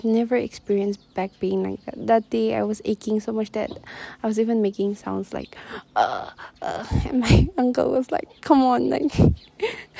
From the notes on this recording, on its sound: forgive the windy episode